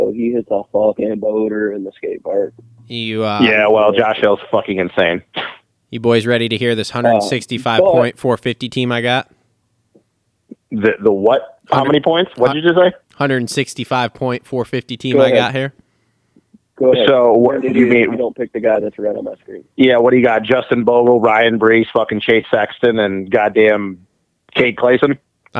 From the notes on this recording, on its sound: get on the phone to talk